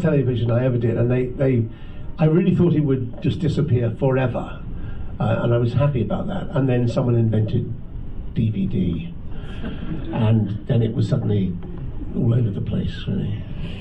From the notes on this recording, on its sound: recorded at the Science of the Timelords Convention held at the National Space Centre in Leicester in 2016